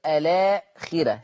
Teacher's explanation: قرأ ورش بترقيق الراء في لفظ الآخرة